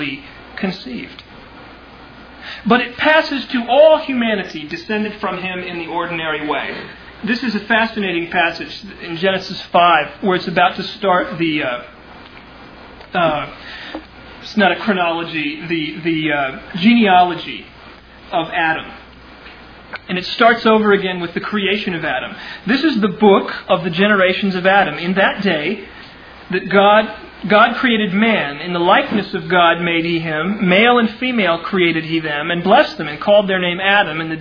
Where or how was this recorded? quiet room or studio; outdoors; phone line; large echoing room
large echoing room